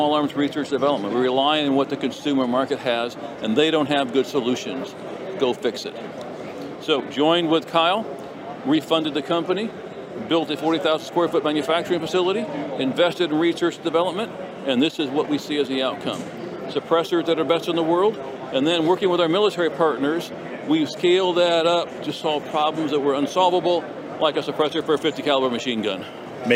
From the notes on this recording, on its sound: at the 2022 NRA Annual Meetings & Exhibits in Houston